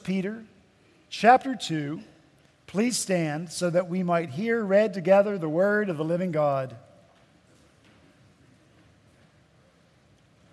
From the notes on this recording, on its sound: At Redeemer Presbyterian Church in Charleston, SC